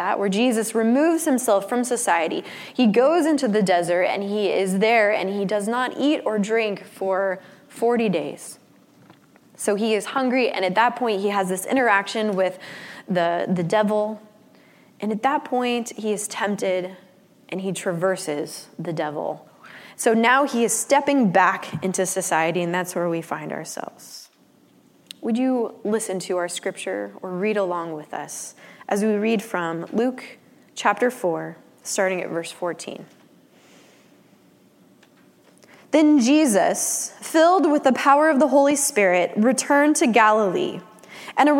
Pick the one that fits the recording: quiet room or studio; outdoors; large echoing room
large echoing room